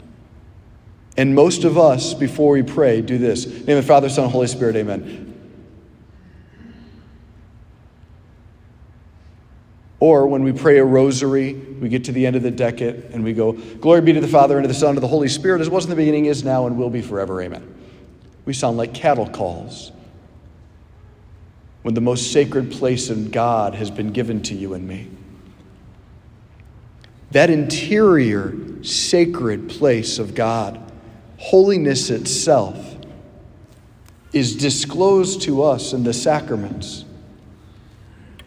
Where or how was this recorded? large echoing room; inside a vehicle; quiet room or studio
large echoing room